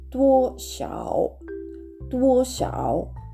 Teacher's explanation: DUO で第一声高く平たく伸ばす音になります